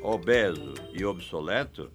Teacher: Em Portugal, a pronúncia dessas palavras é aberta. · Term: pronúncia aberta